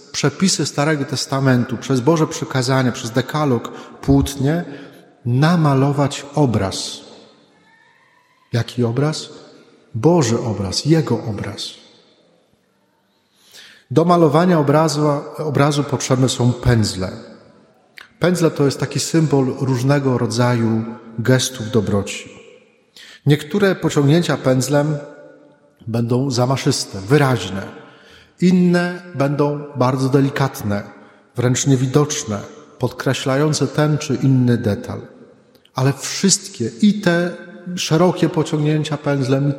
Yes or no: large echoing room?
yes